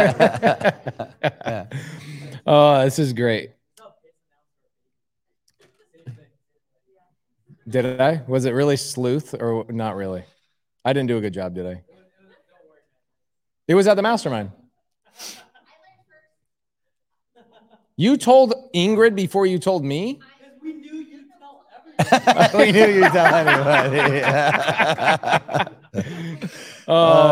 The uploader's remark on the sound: Get Creative LIVE From Tampa. LIVE from Tampa, Florida!